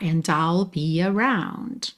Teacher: O D de and você usa para ligar no I'll